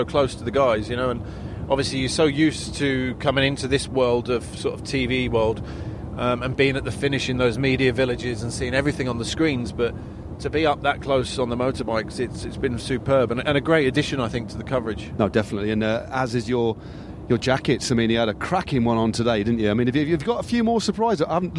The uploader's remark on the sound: Live(ish) from the back of the Eurosport van